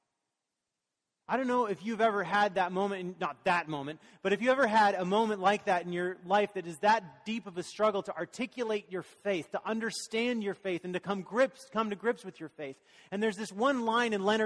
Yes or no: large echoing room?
yes